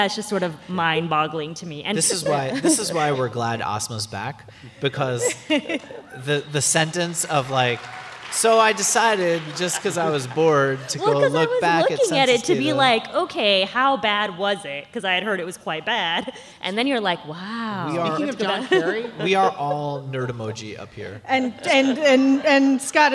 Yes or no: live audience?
yes